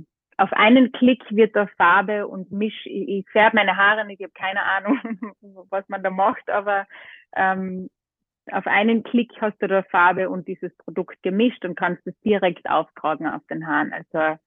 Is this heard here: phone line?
yes